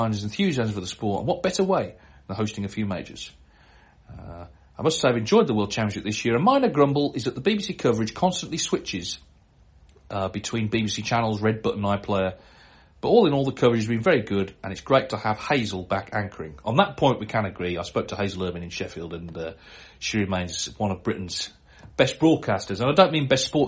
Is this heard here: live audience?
no